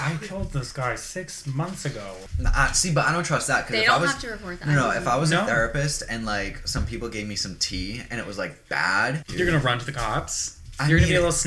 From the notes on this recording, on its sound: The audio levels are a little funky in this one